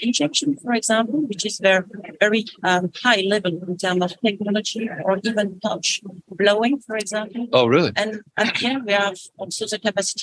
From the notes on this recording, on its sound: Live from Paris Packaging Week!